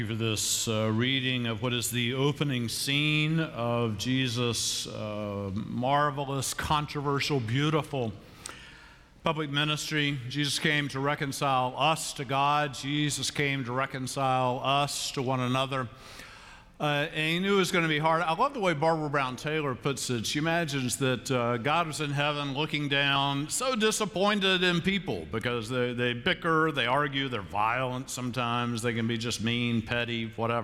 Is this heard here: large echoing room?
yes